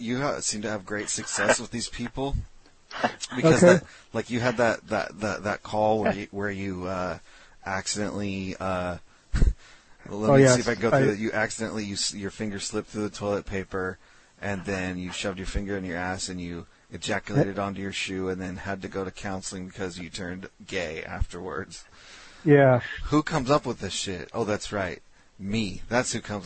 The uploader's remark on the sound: Prank Phone Calls